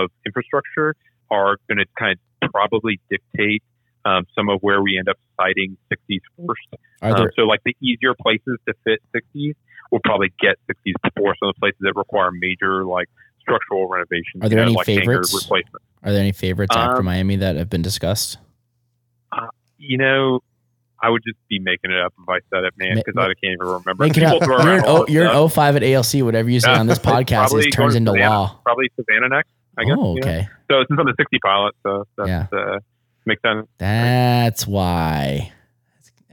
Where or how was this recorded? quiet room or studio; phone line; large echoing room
phone line